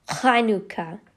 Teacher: it is pronounced with a guttural KH sound